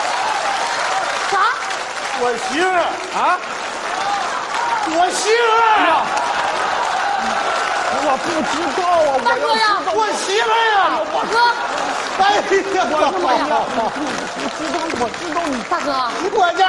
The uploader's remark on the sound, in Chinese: 還有聽故事的觀眾